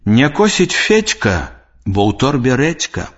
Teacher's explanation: Звонкая мяккая афрыката «дзе» перад глухімі зычнымі вымаўляецца як «ч».